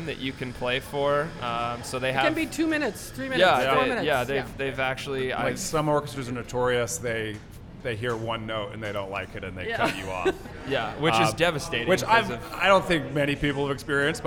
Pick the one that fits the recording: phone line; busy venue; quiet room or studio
busy venue